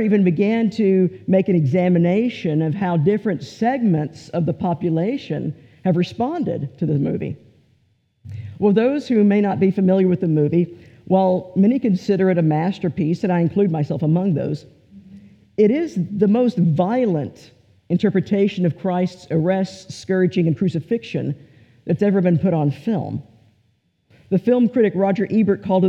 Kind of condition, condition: setting, large echoing room